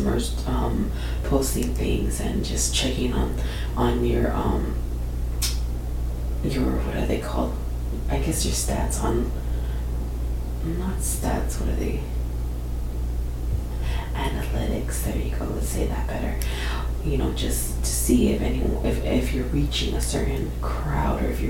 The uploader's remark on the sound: some static/background noise in this episode